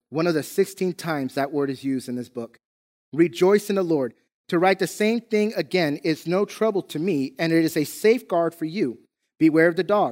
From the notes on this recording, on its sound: Recorded from South Gate Fellowship in Duncanville, TX on Sunday, October 24, 2021.